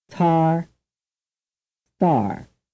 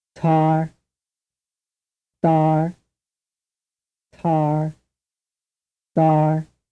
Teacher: In the word tar, the sound type in question is aspirated, but in the word star, it is not aspirated.